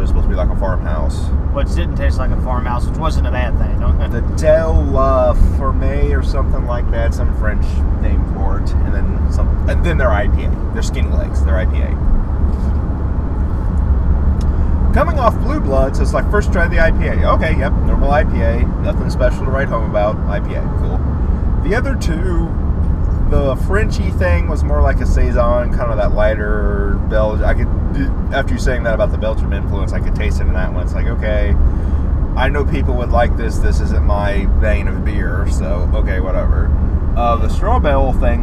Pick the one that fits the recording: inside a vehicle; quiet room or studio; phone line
inside a vehicle